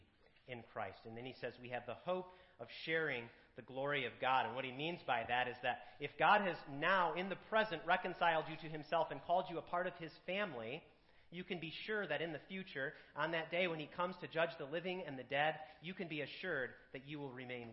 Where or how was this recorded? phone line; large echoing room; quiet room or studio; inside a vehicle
large echoing room